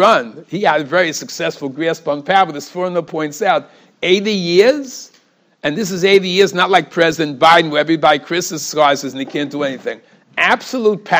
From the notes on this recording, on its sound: Shiur recorded in Yeshivas Ohr Reuven, Monsey, NY.